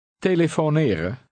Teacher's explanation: Stress on the last word is regular, namely on the second to last syllable, the N-E.